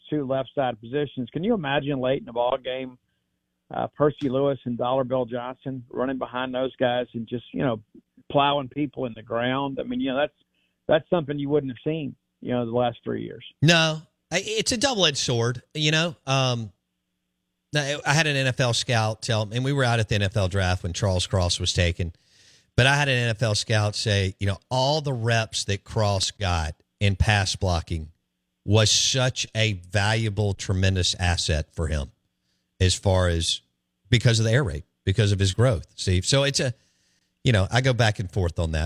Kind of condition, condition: link, phone line